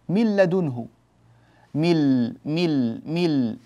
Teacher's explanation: ذهبت النون وانتقلت من ميم إلى لام مباشرة، من لدنه ملا، ولا يوجد غنة من الأنف فالإدغام كامل.